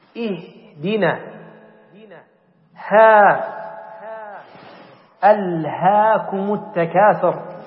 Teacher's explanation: الهاء من أقصى الحلق، همز فهاء يعني أبعد حرف هي الهمزة ثم الهاء بعدها من أقصى الحلق